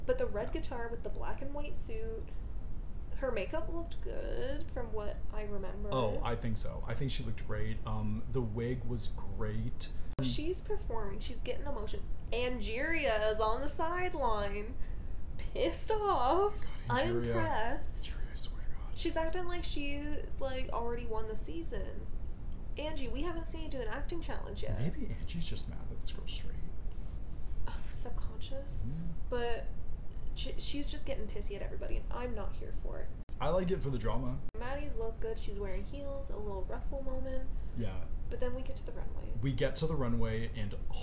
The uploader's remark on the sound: Please excuse our technical difficulties during this Ep